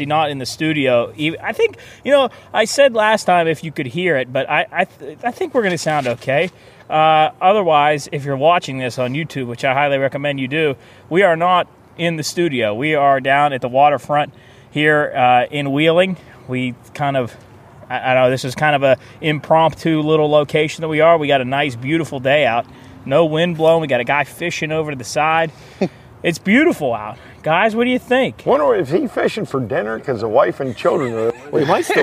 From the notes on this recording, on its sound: The Pine Room Guys are live on location this week from Heritage Port in Wheeling, WV. The guys thought of no place better to go to the ripple shoreside of the Ohio River!